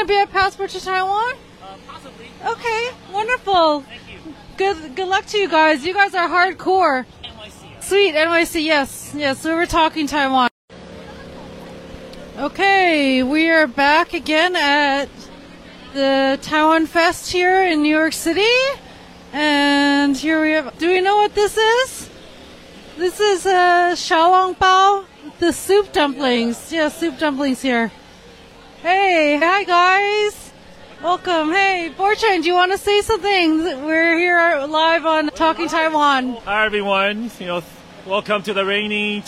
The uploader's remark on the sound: TaiwanFest NYC 2023: Talking Taiwan's Live Stream Coverage in the Rain. For this episode we tried out something different by livestreaming and talking to people on location.